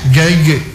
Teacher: dia di punggung lidah dan langit bagian tengah, bukan ujung lidah.